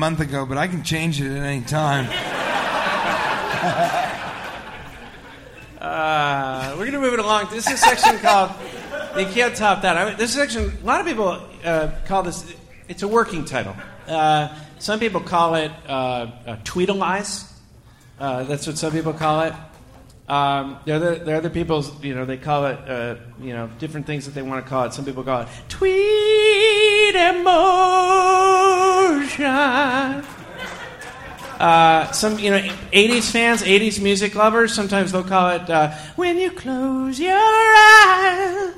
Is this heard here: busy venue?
yes